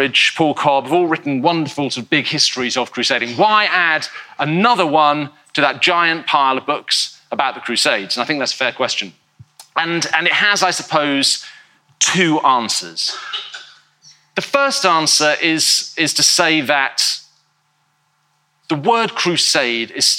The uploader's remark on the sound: In a talk he delivered at our 2019 BBC History Magazine History Weekend in Winchester